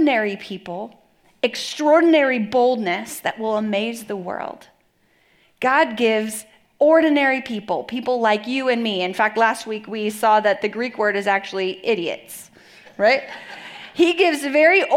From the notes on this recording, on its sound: Message delivered at the Benicia campus